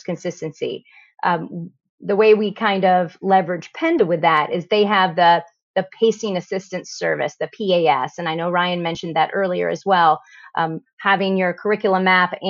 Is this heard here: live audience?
no